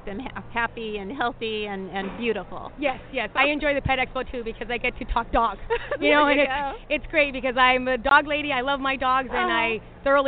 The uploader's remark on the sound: take in the sights and sounds of America's Family Pet Expo at the Orange County Fiargrounds.